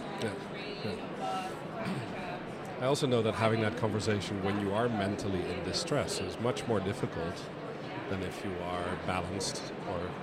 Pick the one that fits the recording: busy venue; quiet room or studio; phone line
busy venue